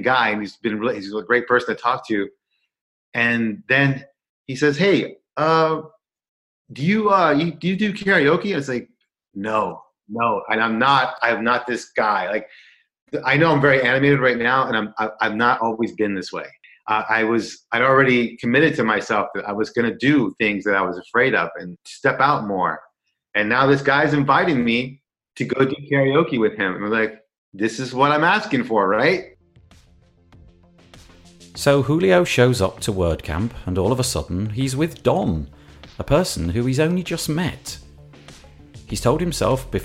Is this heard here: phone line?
no